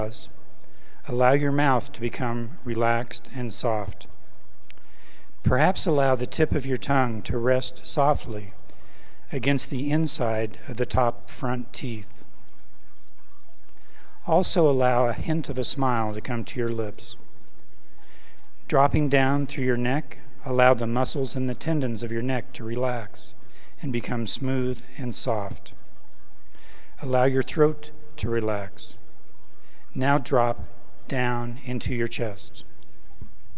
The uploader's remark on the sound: This meditation was recorded live at the Center for Spiritual Living Prescott.